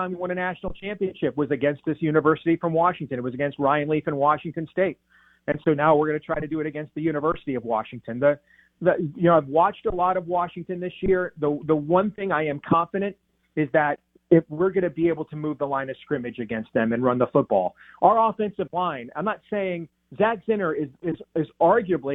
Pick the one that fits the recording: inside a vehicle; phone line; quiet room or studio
phone line